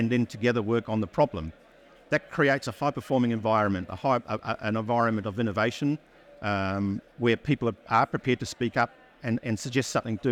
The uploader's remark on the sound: Recorded live at ADIPEC 2023